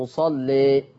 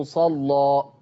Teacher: شوف، لما رققت قللت الألف رققت اللام مصلي، ولما فتحنا الألف غلظنا اللام · Shown in: second take